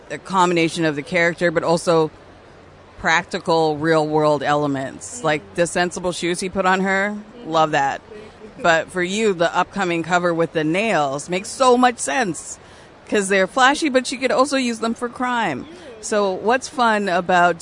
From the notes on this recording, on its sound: recorded at Toronto Comicon